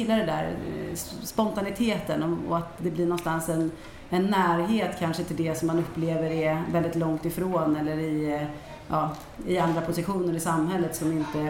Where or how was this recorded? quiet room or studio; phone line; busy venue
busy venue